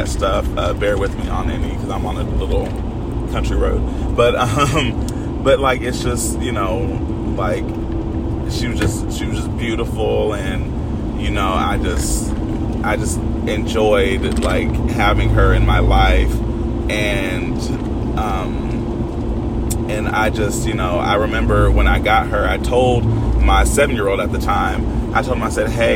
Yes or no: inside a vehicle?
yes